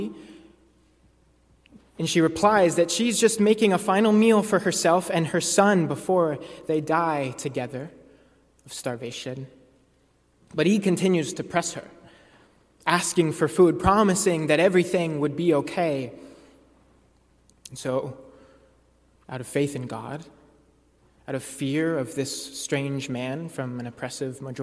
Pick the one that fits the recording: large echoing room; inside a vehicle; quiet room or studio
large echoing room